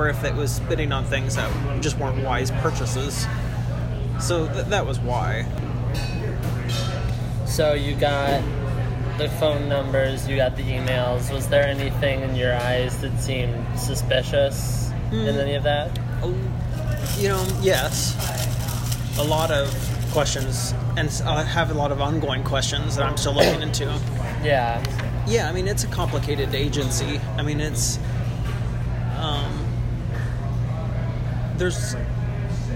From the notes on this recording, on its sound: Recorded June 15, 2018, at the Smokey Row Cafe in Des Moines.